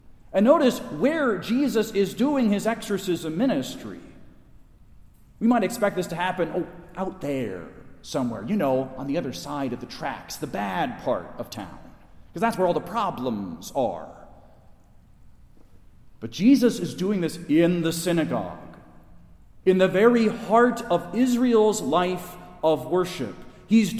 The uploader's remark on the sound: Delivered at Resurrection Catholic Church in Wayne, IL